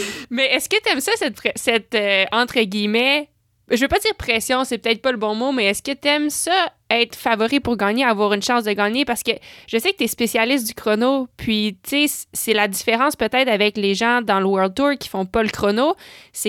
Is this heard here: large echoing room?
no